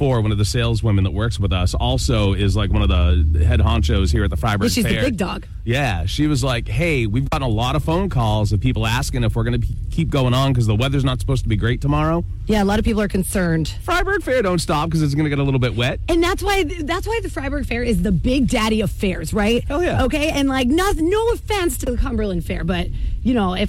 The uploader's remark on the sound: Live from the Fryeburg Fair!